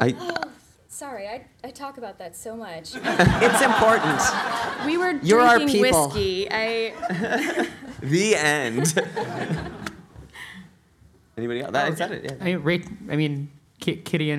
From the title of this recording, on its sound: Live from FlameCon